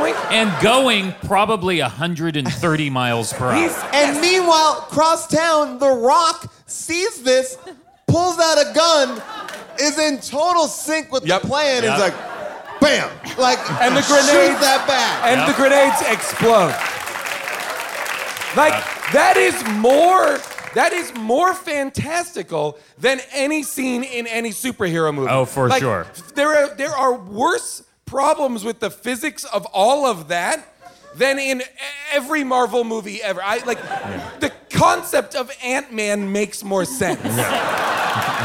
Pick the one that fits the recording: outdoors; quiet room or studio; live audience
live audience